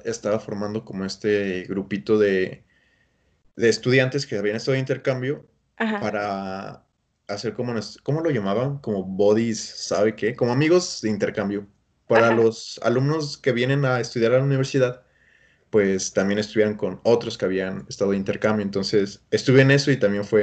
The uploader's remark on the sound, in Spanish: La cuarentena nos encarceló pero Skype nos hizo libres